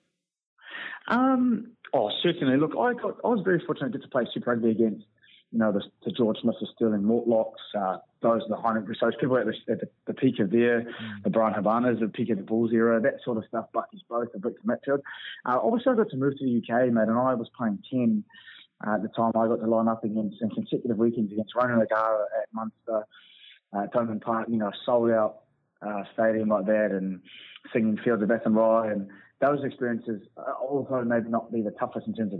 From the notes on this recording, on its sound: over the phone